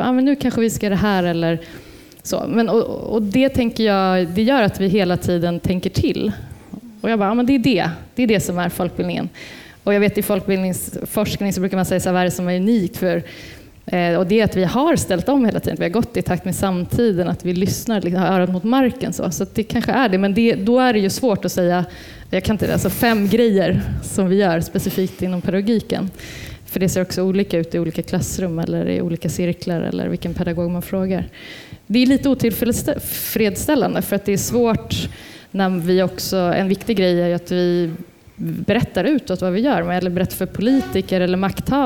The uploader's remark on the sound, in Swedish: Folkbildningspodden samsänder med ABF-förbundet live inför en publik med verksamhetsutvecklare från hela landet